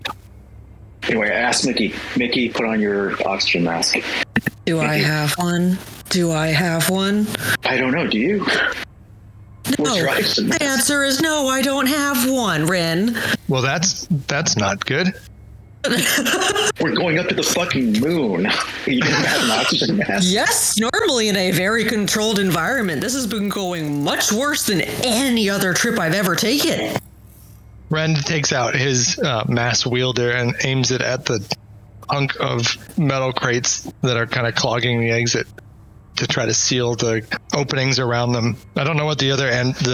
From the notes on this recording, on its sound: Speaker sound quality got a little messed up and also didn't really hit the level of clean-up that I'd have liked.